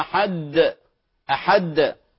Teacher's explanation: يشدد الدال في قوله تعالى قل هو الله أحد، يقول قل هو الله أحد أحد، حاشا لله، من الحدة، وهذا خلاف المعنى، وهذا يعتبر لحنا جليا.